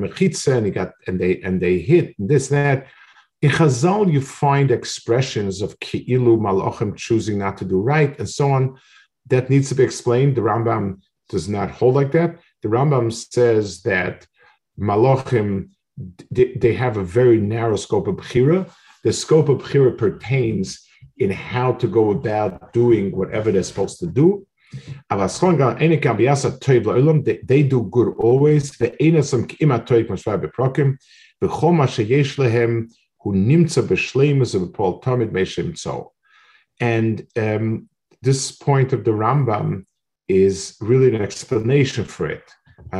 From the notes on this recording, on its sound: This shiur take place over Zoom on Motzei Shabbos.